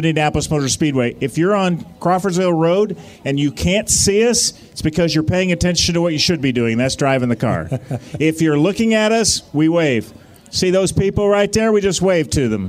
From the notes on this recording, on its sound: live from the Prime 47 Burger Bash!